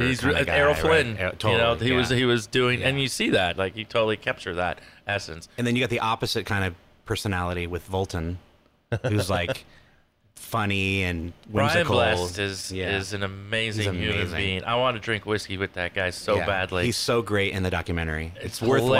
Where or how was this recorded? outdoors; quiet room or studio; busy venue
busy venue